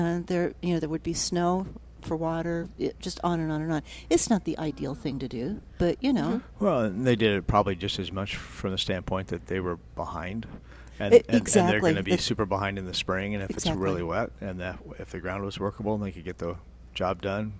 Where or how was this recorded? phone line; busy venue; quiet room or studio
busy venue